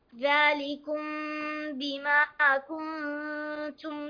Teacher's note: الميم ساكن أو بعدها الباء والباء من حرف الإخفاء الشفوي